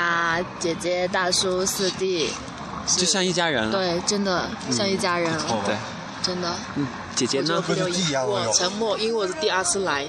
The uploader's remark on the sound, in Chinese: 西藏行 布达拉宫广场露天现场直播。